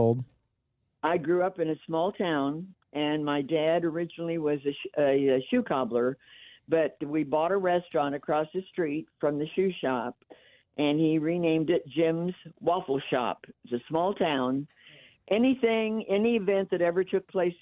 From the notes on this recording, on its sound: go 100% with the phone and text line